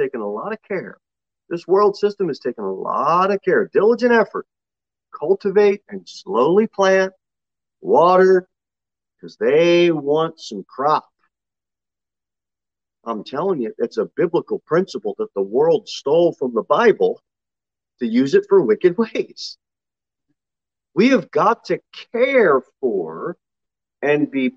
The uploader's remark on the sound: Sermon delivered at Pilgrim Baptist Church on Sunday, November 21, 2021, at 6:15 pm. Jere Whitson Rd. Pilgrim Baptist Church is a bible-believing, independent Baptist church.